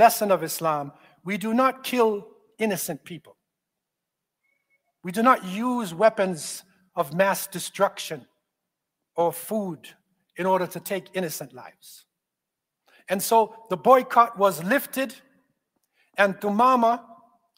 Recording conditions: large echoing room